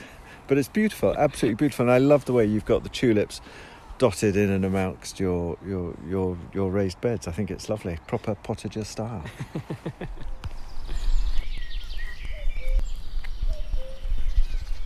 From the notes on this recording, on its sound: As we walk around we answer the question, what are our favourite allotment sounds? This includes birdsong, thunder and drumming!